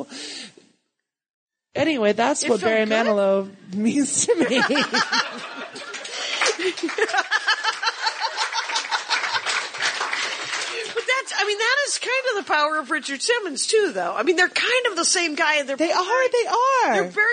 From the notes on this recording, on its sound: LIVE at NYCPodfest!